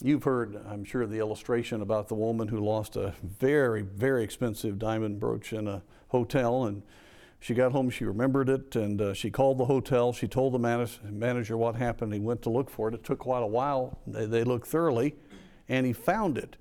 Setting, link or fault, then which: setting, large echoing room